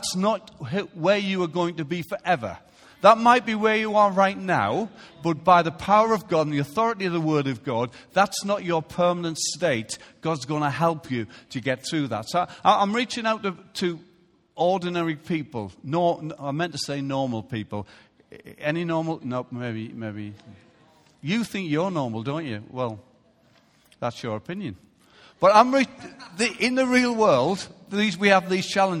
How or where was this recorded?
large echoing room